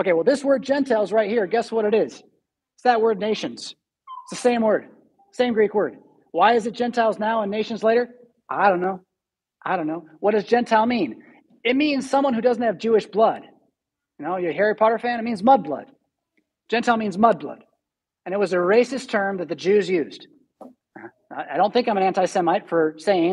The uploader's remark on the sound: Preached at St Paul Lutheran Church , Rockford, Illinois on March 6, 2022.